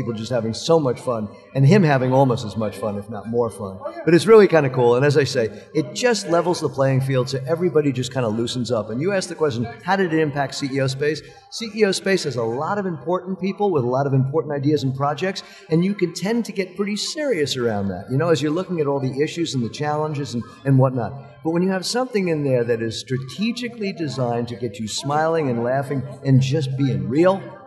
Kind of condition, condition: setting, busy venue